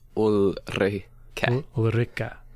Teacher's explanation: And then the R, it should have the little r kind of back of the tongue roll, which I can't do properly, so I just do a front of the tongue r